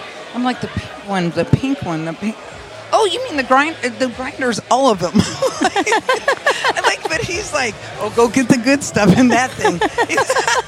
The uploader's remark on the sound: While recording at the Cannabis Festival